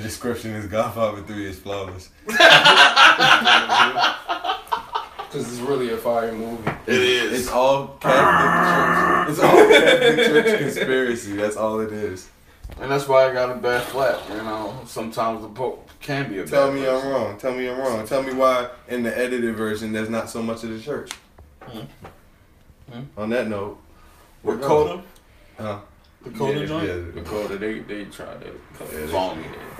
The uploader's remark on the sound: This episode has a lot of technical difficulties. If it seems like the convo just jumped to another point very abruptly, it absolutely did.